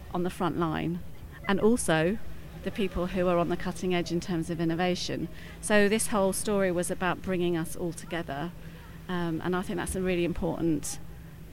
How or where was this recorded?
busy venue